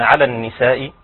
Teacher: بعض إخوة لا يغن النون مشددة، وهنا النون مشددة لابد أن تغن